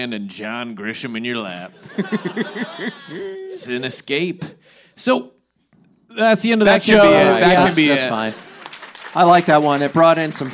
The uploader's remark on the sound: Live from the Dynasty Typewriter